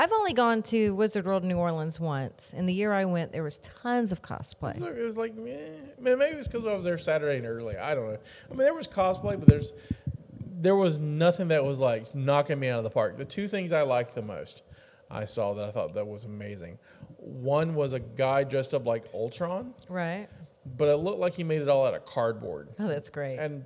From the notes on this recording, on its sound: live from the Container Yard